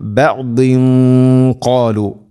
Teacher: തൻവീന് ശേഷം ഖാഫ്, ഖാഫ് ഹെവി ലെറ്ററാണ്, അതോടുകൂടെ അതിൻ്റെ കൂടെ വരുന്ന ഗുന്നയും ഹെവി ആയിരിക്കണം. · Term: ഇഖ്ഫാം ബിഗുന്ന